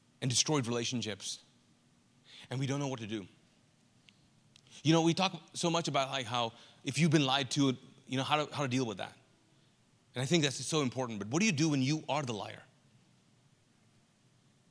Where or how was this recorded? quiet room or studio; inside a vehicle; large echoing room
large echoing room